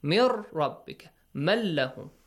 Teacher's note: when the letter ra or lam comes, only merging, delete that ghunna